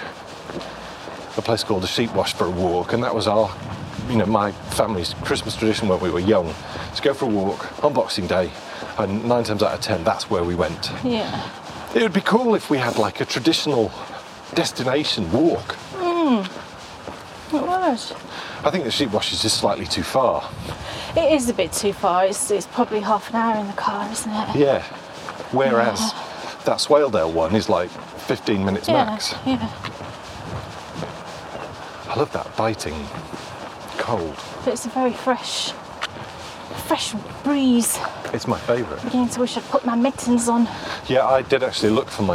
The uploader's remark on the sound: This is a day we traditionally head out for a walk. As we walk and talk.